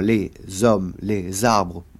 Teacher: le S qui se réalise en « ze », va avec la voyelle qui suit · Term: liaison